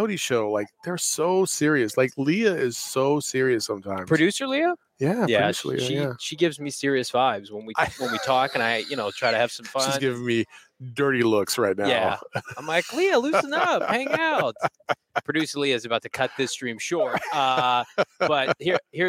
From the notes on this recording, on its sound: live from the NFL Combine in Indianapolis!